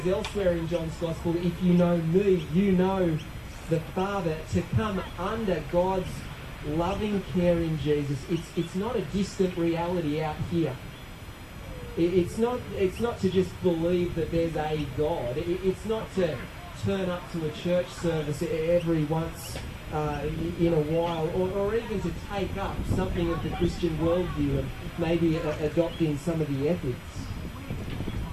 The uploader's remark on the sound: Apologies for the audio quality on this recording